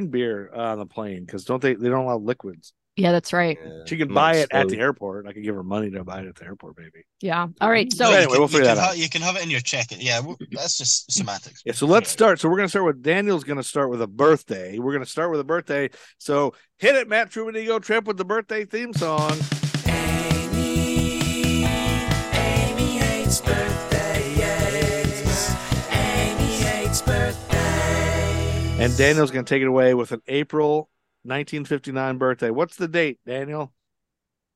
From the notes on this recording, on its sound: records from a strange Scottish automobile.